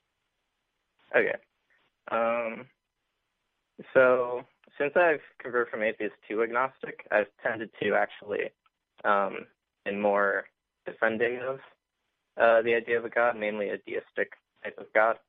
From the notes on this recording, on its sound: Take viewer calls after a late start due to technical difficulties.